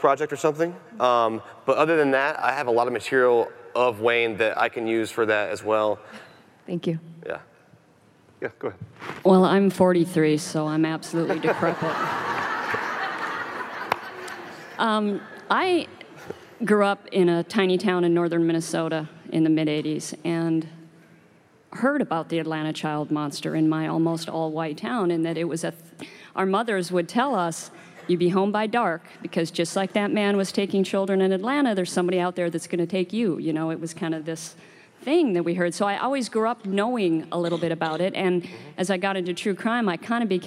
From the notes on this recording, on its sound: Live from CrimeCon 2018